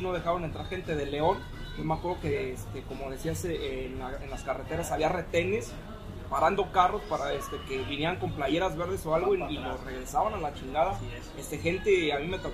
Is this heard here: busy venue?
yes